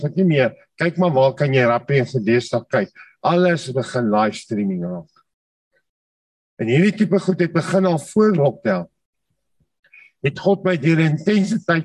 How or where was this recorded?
video call